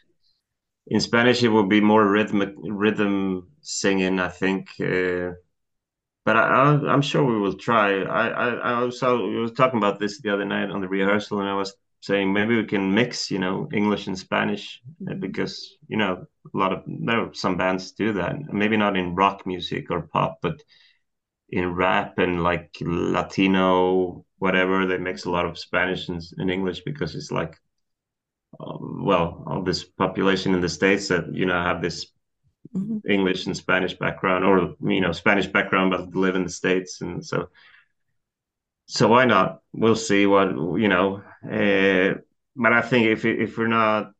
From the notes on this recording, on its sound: Via a Zoom call to Santander, Spain.